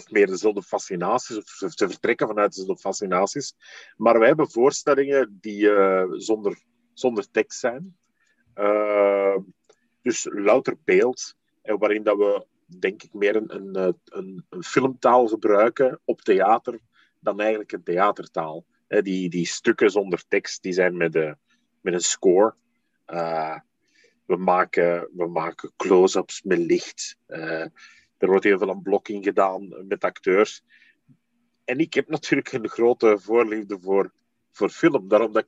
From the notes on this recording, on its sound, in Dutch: Het interview werd gedaan via zoom.